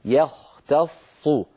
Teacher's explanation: نرقق الياء، نفخم الخاء، نرقق التاء نفخم الصاد، في هناك تداخل بين التفخيم والترقيق في هذه الكلمة.